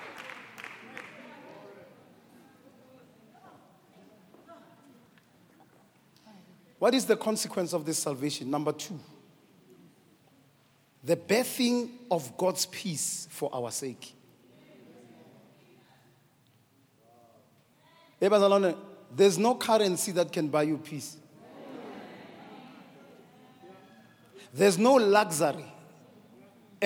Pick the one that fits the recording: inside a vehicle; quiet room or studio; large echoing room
large echoing room